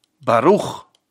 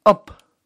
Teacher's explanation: Zacht klinkt de bet na een klinken, zoals in ab. De bet krijgt hier een lichte ademklank achter zich aan, een zachte h · Shown in: second take · die hij meekrijgt van de klinker a.